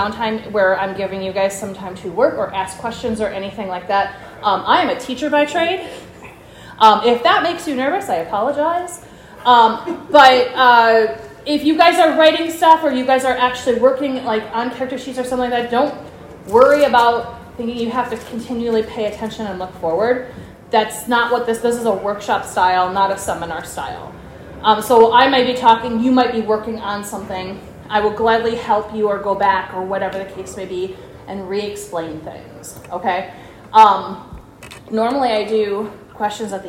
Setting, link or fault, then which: setting, busy venue